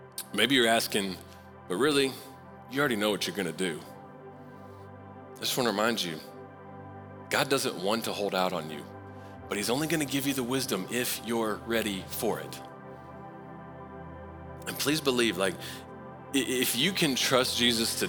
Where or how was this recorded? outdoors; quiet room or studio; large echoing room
large echoing room